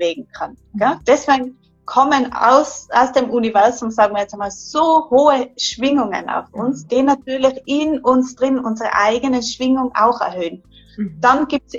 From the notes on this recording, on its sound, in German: Live-Interview auf Instragram